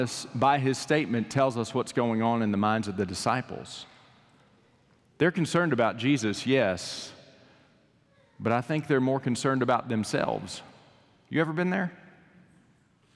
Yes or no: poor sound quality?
no